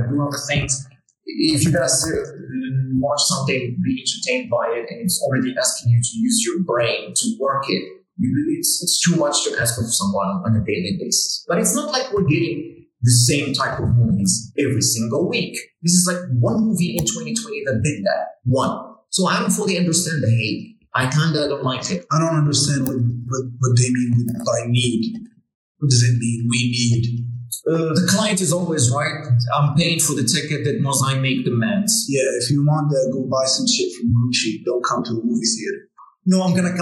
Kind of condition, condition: fault, poor sound quality